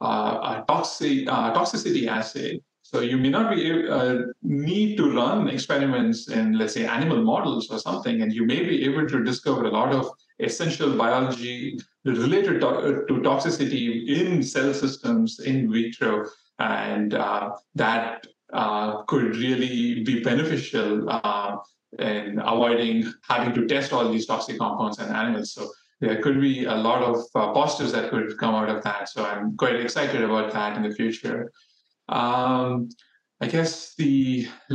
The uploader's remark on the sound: The webinar was recorded on Friday, January 12, 2024